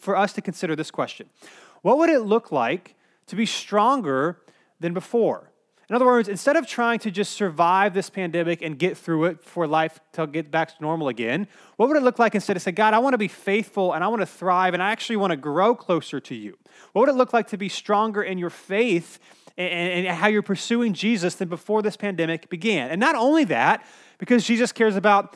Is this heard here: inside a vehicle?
no